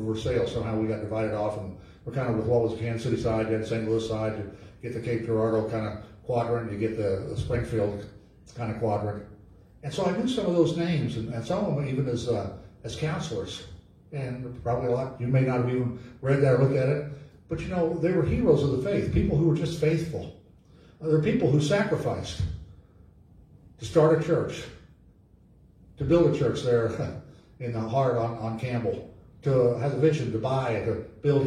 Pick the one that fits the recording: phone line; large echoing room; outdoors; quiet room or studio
large echoing room